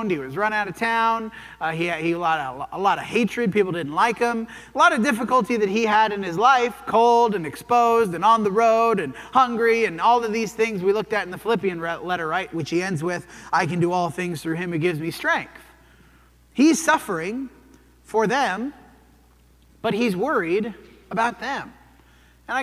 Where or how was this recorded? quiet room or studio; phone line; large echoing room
large echoing room